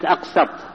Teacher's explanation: انظروا كلمة أقسط التي يتوسط فيها الحرف الصفيري الرخو المهموس بين حرفين شديدين مجهورين محقورين مضغوطين مقلقلين ليقوى الضغط على السمع.